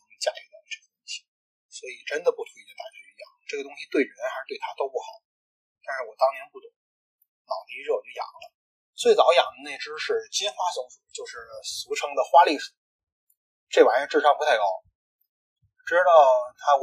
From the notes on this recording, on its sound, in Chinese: 第一次做，本期节目音质不佳。